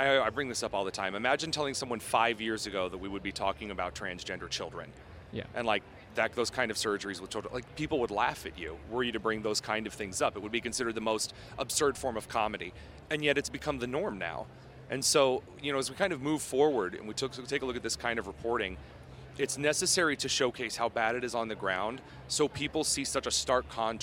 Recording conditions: busy venue